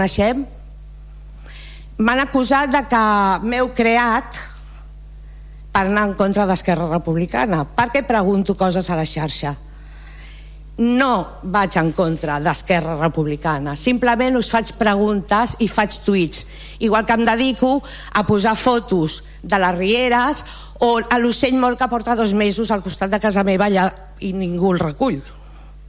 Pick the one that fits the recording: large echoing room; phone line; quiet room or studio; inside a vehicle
large echoing room